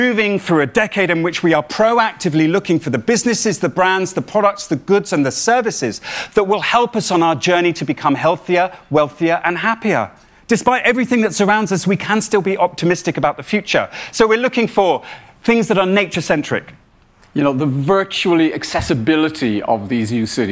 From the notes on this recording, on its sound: said to a rapt audience at BoF VOICES 2021